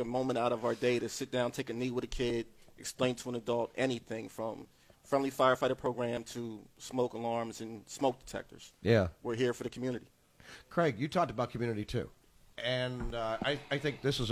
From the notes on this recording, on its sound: Broadcasting live from Wilmington Fire Station #5 in Trolley Square to kick off the 100th Anniversary Celebration of the Wilmington Fire Department